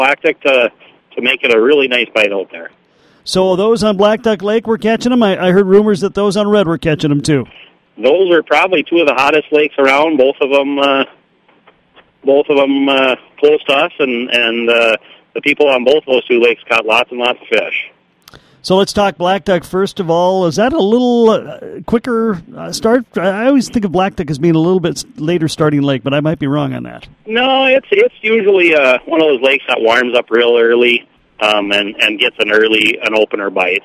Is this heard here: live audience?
no